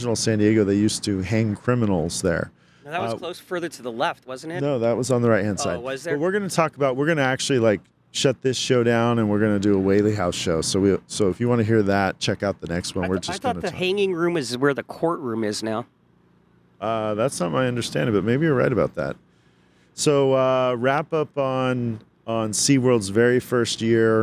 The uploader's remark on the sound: Live from Howl-O-Scream at Seaworld San Diego. Live from Howl O Scream at SeaWorld San Diego. At the very first Howl-O-Scream event at San Diego Seaworld!